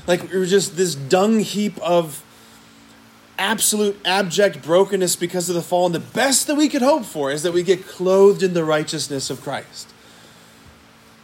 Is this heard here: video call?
no